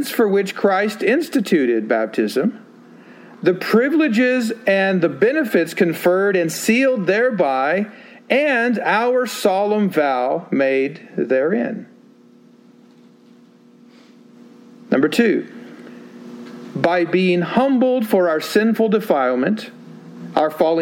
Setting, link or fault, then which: setting, large echoing room